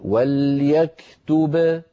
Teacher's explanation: لو وقفنا على وليكتب فنقول وليكتب بباء واحدة مقلقلة